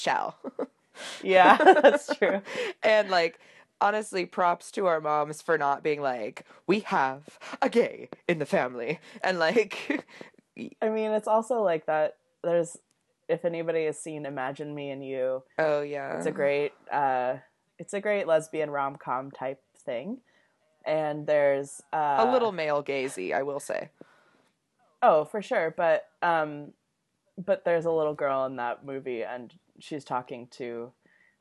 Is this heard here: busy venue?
no